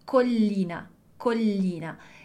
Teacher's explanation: a gente tem esse primeiro L, pronuncia ele sozinho, e depois pronuncia o outro também. · Term: dois L's